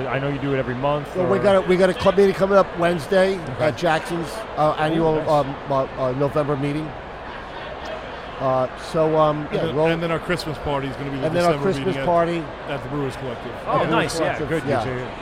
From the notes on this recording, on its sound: LIVE at the Great Beer Expo 2019 at the Nassau Coliseum on Long Island NY. They hear about the local home-brew competition from the LIBME home-brew club and interview several drunk patrons enjoying the day's events.